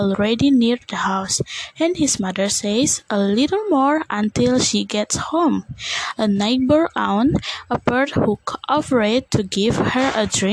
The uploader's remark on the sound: I am sorry for the wind in this podcast